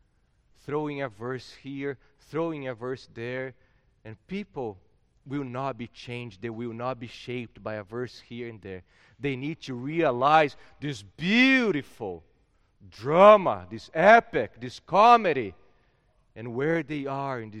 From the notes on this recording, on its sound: at Gracious Cross Reformed Church Salem, October 10th 2021